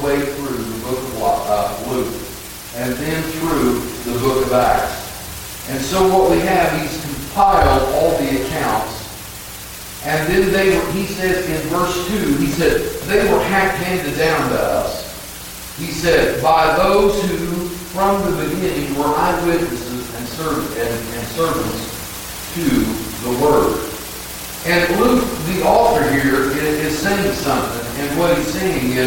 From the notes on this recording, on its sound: Audio quality not the best.